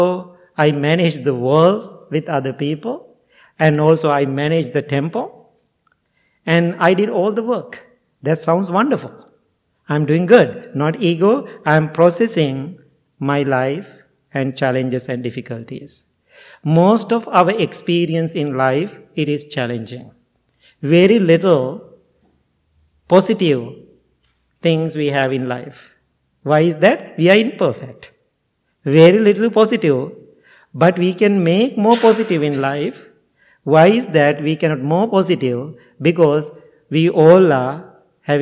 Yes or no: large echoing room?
yes